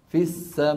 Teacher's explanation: بقفل الوترين الصوتيين فجأة، فانبتر الصوت فجأة فخرجت همزة